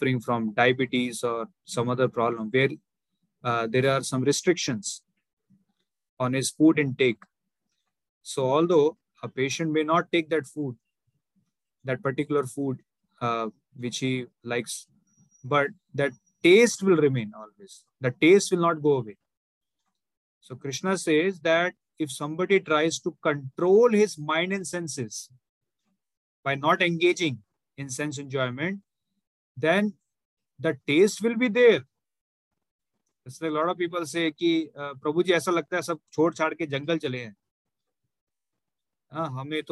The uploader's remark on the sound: Zoom recorded class. Hare Krishna Movement, Mumbai.